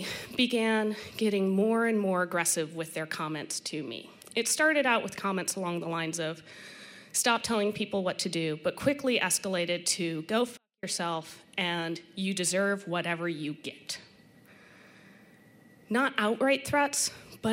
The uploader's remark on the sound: It was recorded at the beautiful Wells Theatre in Downtown Norfolk during a WHRO Emerging Talks live storytelling event called “Origin Stories.”